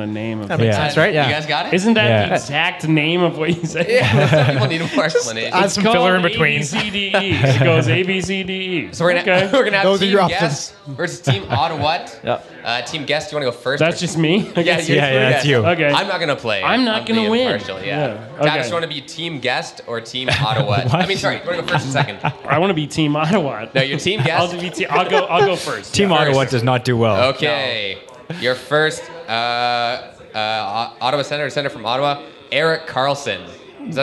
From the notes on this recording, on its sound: Live from Backdrop. We recorded live with two guests. Special thanks to Poppa Bean Coffee and Backdrop Restaurant for the awesome coffee and for hosting the live show!